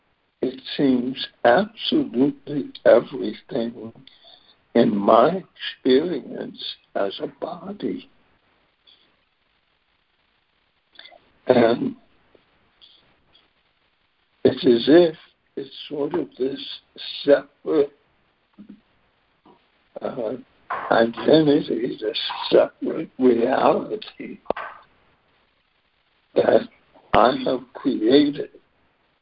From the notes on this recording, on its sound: ACIM Daily Conference Call.